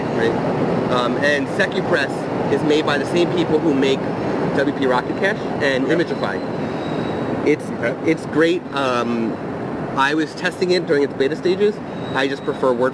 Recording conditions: outdoors